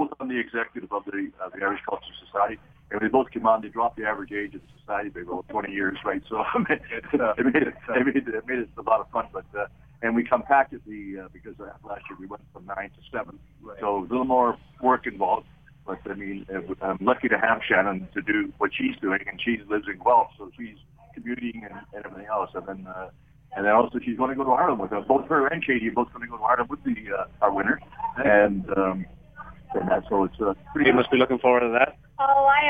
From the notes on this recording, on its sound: live from PJ O'Brien's